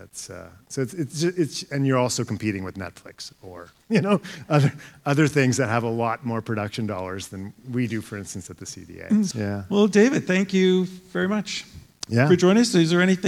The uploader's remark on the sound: The first ever JCMS live podcast took place at the Canadian Dermatology Association annual conference in June. In front of a live audience.